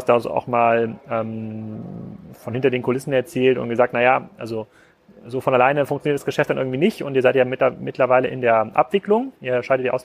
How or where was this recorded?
busy venue